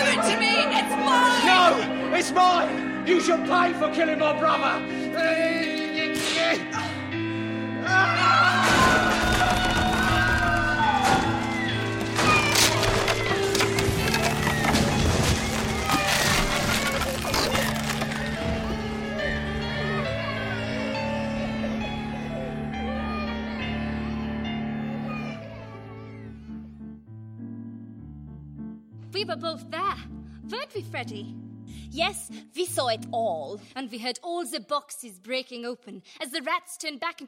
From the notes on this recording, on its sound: Part of A Very Grimm Christmas performed and recorded in front of a live audience.